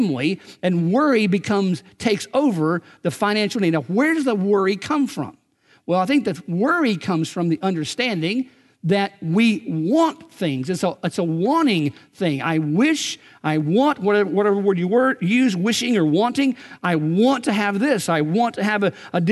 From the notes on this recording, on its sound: Recorded on February 17, 2019 at Graceland Baptist Church in New Albany, Indiana.